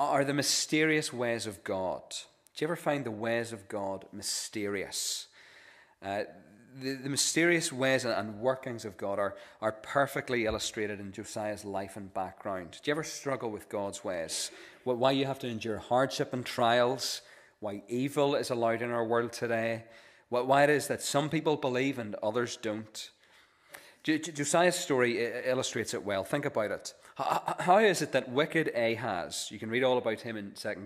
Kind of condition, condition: setting, large echoing room